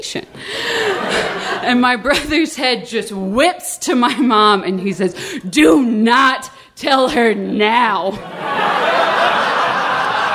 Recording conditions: live audience